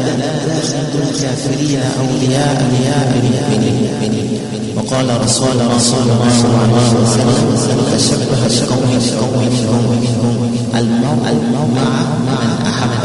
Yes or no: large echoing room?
yes